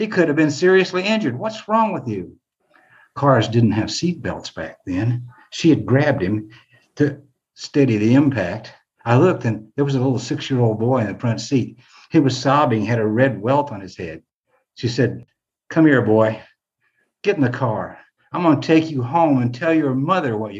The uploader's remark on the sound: Virtual open mic. Two bold stories from Grit's Mental Health Happyish Hour (virtual) open mic [aka story badassery].